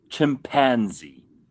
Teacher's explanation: Americans put the emphasis on pan.